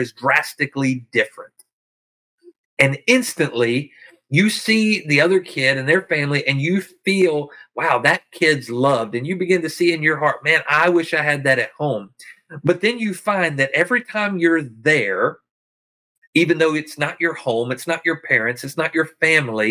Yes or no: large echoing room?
no